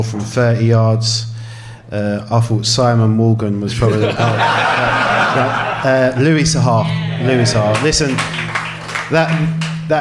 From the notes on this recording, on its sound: Welcome to Fulhamish's first ever live podcast, recorded in the Old Suffolk Punch in front of a sold out audience!